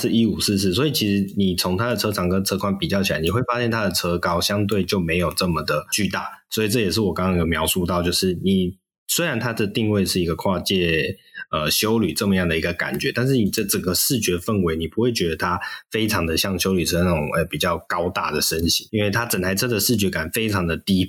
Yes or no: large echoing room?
no